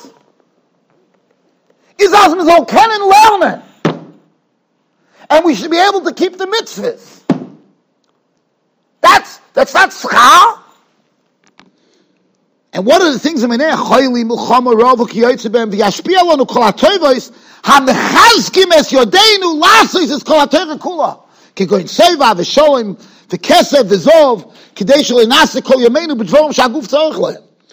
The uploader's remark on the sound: Shiur recorded in Yeshivas Ohr Reuven, Monsey NY.